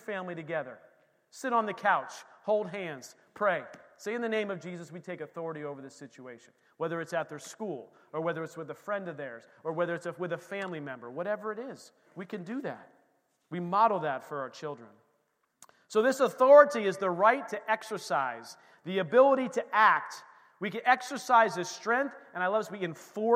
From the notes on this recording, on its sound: This recording is of the whole service.